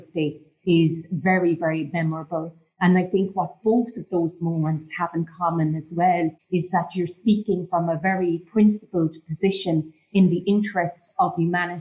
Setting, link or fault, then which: link, video call